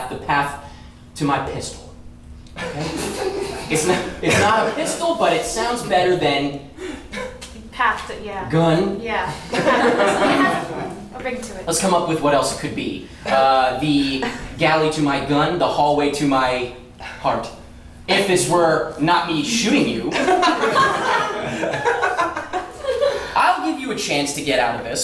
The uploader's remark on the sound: Repeat the scene in various genres selected by the audience. Pity Applause performs live improv comedy every other Friday in NYC!